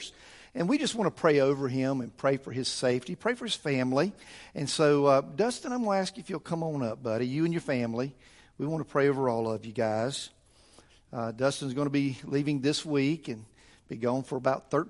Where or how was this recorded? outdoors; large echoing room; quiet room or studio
large echoing room